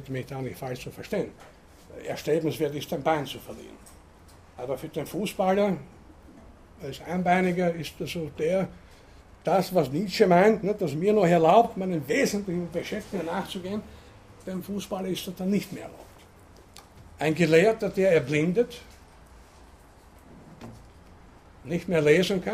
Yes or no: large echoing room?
yes